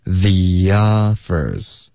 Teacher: should have 就发 should have，OK， just 的特我们得省略。I probably should have just left 的特它也省略了，left。Yearsago，这两个字要连读。Years ago，OK。When theoffers，这里 the 跟 offers 之间，我们会添加一个很轻的一个 year 的音。Theoffers，有没有听到一个 year？ When the offers were pouringin，后面就没有变化了。OK，可是 pouring 大家注意一下，有两种发音。OK，第一是 pour，结尾加一个儿化音 pour，然后再来 ringpouring。OK，还有一个呢是 pour，就开头是一个 o，然后滑到一个